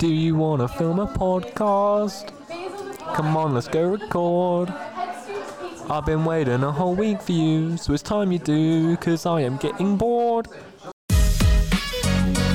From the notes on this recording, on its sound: It's another special episode, this time recorded during SJLHS Sixth Form open evening.